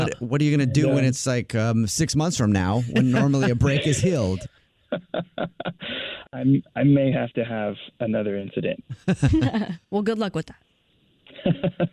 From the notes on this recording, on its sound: A Phone Prank